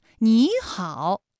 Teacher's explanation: 第一个音节你它就变成二声了，也就是214+214直接演变成了35+214 · Term: 三声的变调